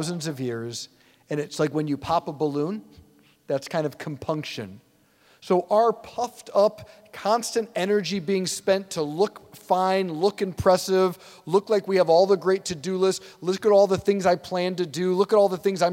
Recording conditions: large echoing room